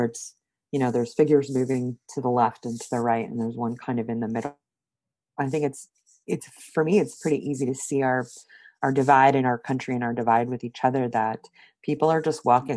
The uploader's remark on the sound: got together on Zoom